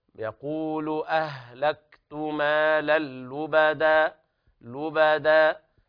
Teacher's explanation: يقول أهلكت مال اللبدا، مال اللبدا، لاحظنا أن التنوين جاء متتابعا والحرف اللام جاء بعدها مشددا، دل ذلك على كمال الإدغام، يعني نحول نون التنوين إلى لام ثم تدغم اللام في اللام